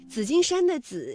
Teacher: 紫金山的紫是平舌音姿加上韵母一，读音呢为三声